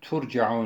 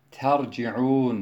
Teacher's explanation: muzarat harfini meftuh olarak, cim harfini de meksur olarak turcaun şeklinde değil de terciun şeklinde okur · Shown in: second take